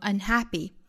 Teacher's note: 本身 unhappy 这个词的重音呢应该是落在 ha 这个音节上的我们去查字典可以看到这个词应该读成 unhappy 但是在这样的一句话里呢我们强调的点是在不这个概念上也就会把重音转移在了前面的 un 这个否定前缀上了 I'm not happy 我不是开心哦 I'm unhappy 我是不开心的情况是相同的好我们再来读一下这句话 In the long